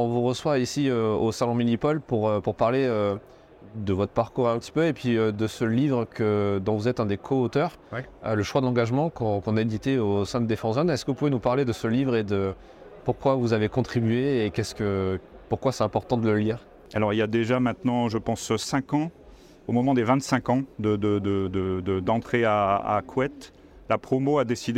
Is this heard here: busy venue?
yes